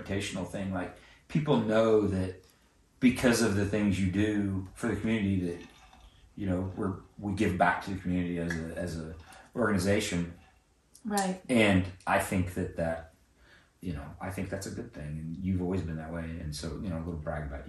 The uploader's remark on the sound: We're sharing a mic so it's kinda rough.